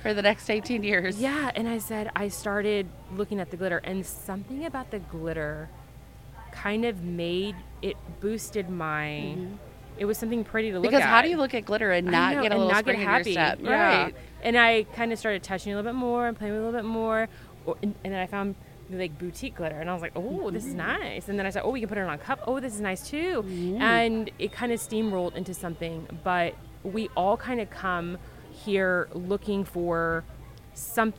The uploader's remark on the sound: This is the first in a series of podcasts that we recorded this summer at Glittercon in New Orleans.